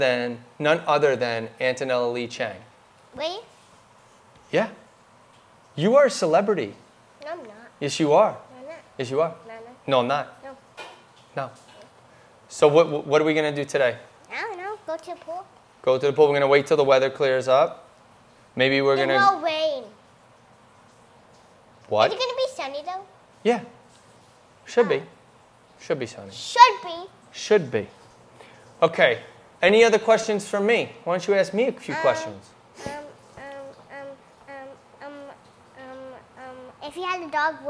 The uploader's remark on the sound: LIVE in TAMPA!